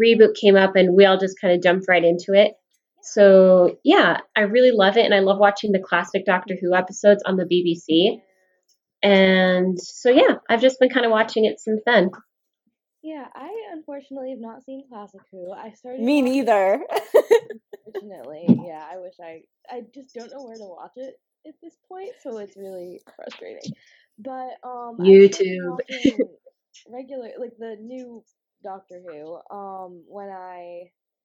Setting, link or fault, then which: fault, background noise